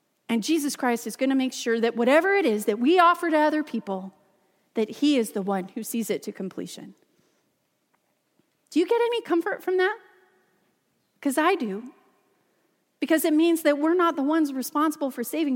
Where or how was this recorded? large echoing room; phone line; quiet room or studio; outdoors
large echoing room